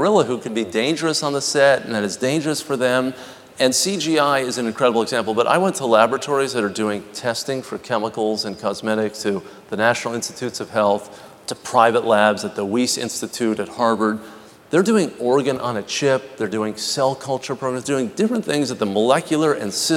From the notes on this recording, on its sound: The best of live interviews from GreenBiz events.